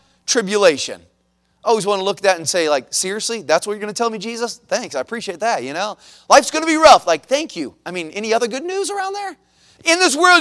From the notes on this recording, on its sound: at the Missions Conference on March 26, 2023, at Victory Baptist Church in Boonsboro, Maryland.